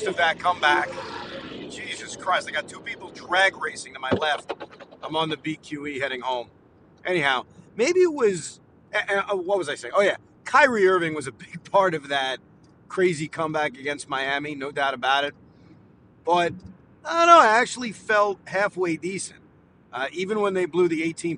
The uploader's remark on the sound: While driving home from Barclays Center.